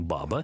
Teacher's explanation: слово «баба» в данном случае именно «баба». Ударение только на первый слог.